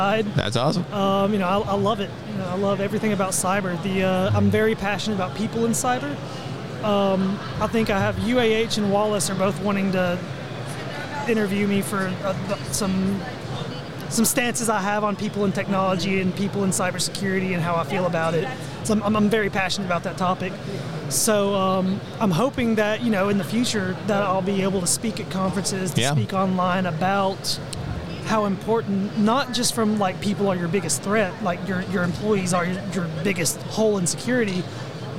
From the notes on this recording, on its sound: Live from the National Cyber Summit 2023.